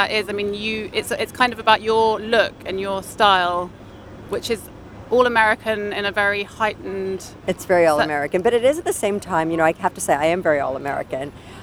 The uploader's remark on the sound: Recorded at Frieze New York